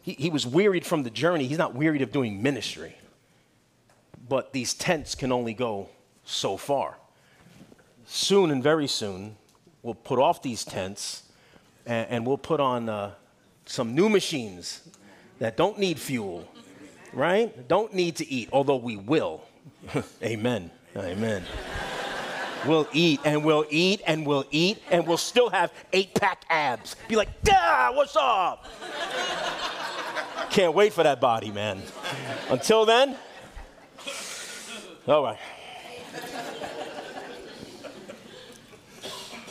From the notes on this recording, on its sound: Guest teacher speaking at Calvary Chapel Clayton, NC on June 11, 2023.